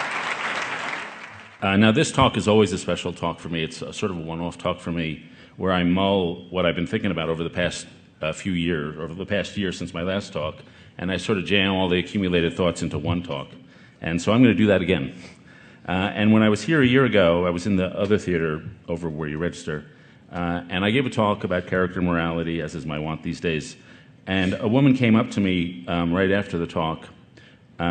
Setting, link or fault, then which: setting, busy venue